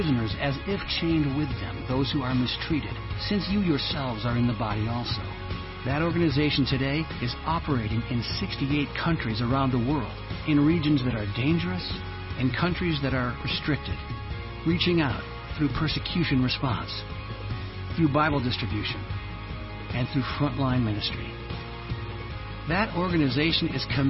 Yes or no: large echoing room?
yes